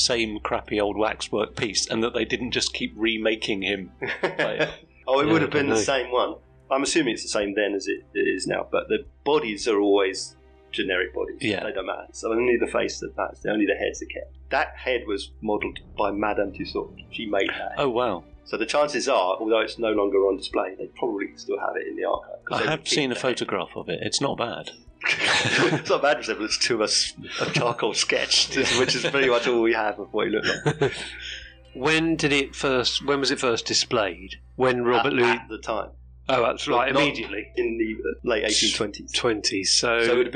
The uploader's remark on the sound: Due to some technical difficulties the sound is sub-optimal but discernible.